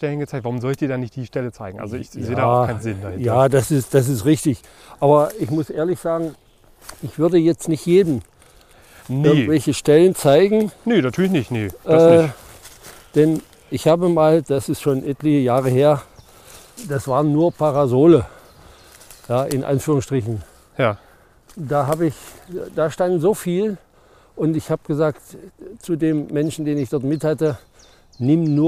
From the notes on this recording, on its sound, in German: Mit voller Vorfreude sind wir für diese Aufnahme in den Wald gegangen, um eine Stelle ausfindig zu machen. In einem kleinen, unscheinbaren Wäldchen ergab es sich, dass wir eine Stelle fanden.